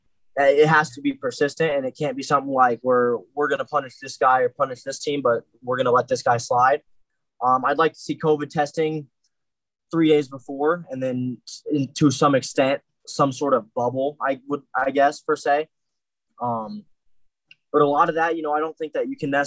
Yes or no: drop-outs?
yes